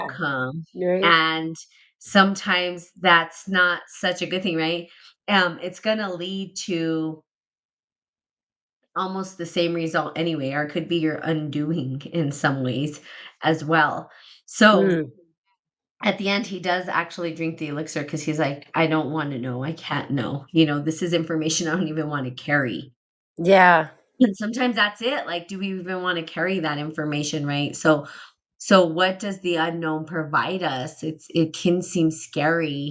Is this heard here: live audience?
no